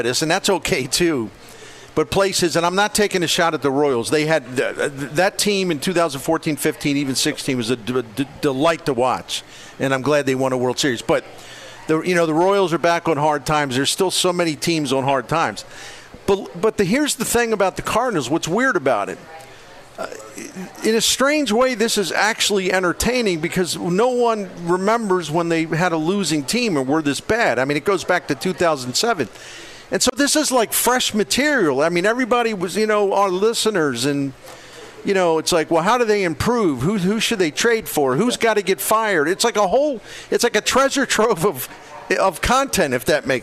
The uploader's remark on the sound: broadcasts live from Friendly's Sports Bar and Grill at 3971 Bayless Ave.